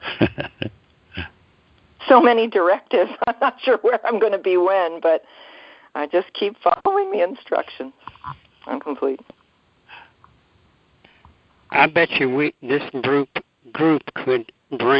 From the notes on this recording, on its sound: ACIM Daily TEXT Conference Call